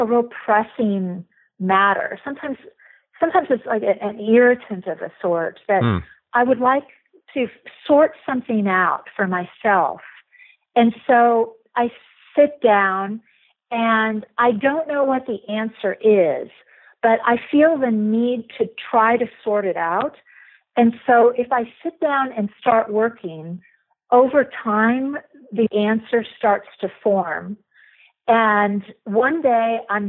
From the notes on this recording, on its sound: A note on the audio quality of this episode. Via telephone for this interview.